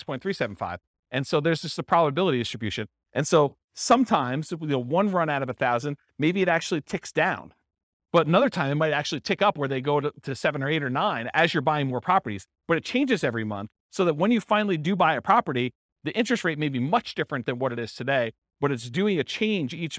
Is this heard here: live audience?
yes